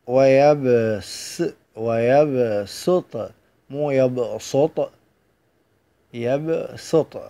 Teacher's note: فتقرأ الصاد فيهما بالسين الخالصة، لذلك ترى أن السين الصغيرة موجودة أعلى الصاد.